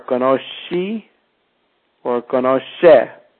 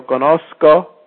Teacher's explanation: Depending on what it ends in, the SC can take the form of a sh sound, or it can also take the sound of like a sk sound, like io conosco, when it ends in an O, or conosci, or conosce, depending on if it's an I or an E.